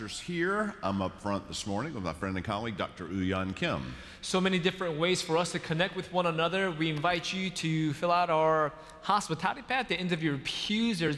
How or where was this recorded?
large echoing room